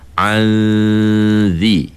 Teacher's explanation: Kita sentuh macam tu. Jadi masa kita dengung an itu, ujung lidah kita tu dah berada dekat dengan ujung gigi atas tu. · Term: ikhfa